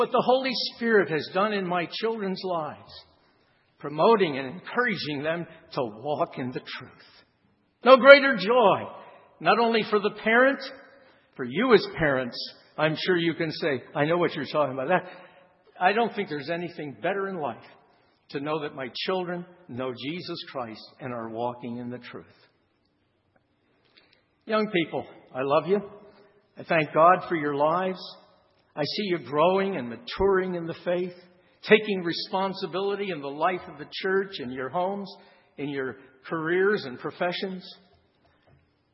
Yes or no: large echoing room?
yes